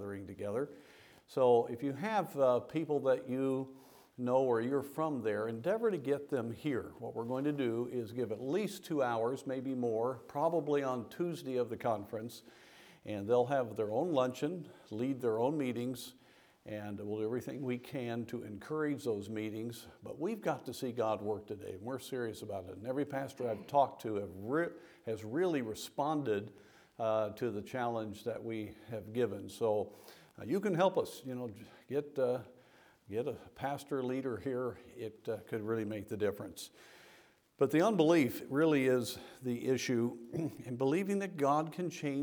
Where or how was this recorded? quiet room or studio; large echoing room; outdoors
large echoing room